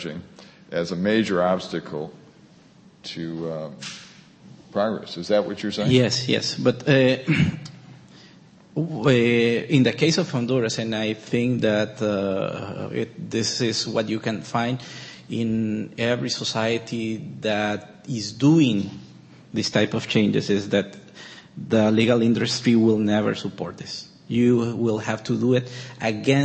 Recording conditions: live audience